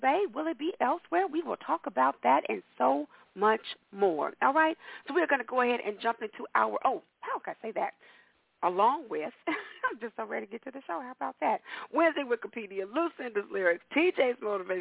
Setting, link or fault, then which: link, phone line